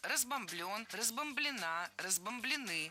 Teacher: ни в одной форме корень не ударяем.